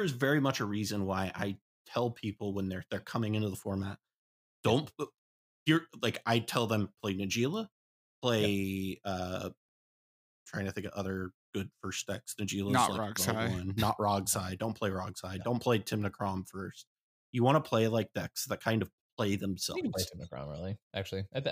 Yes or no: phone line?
no